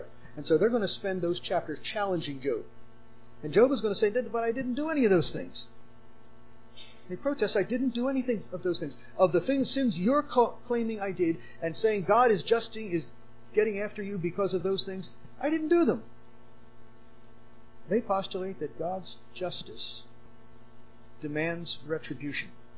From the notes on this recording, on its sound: Unfortunately this was the best we could salvage from the quiet audio